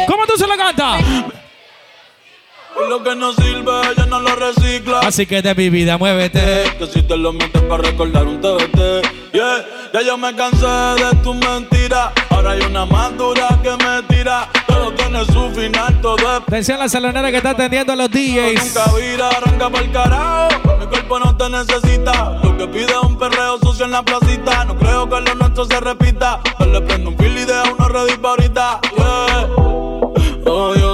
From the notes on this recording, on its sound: Reggaeton live session at Clandestino Casco Antiguo Panamá.